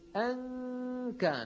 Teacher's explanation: كنا نقول أن كان ذا مال وبنين، صرنا نقول أن كان، ها أن اللسان في الداخل لكن لا يقرع غار الحنك الأعلى، لا يقرعه. بطل عمل اللسان وبقي عمل الغنة من الخيشوم ظاهرا، وطولناه وزدنا فيه في صوت الغنة يعني تعويضا عن نصف اللسان، عن النصف اللساني للنون الذي بطل التصويت به. · Term: النون المخفاة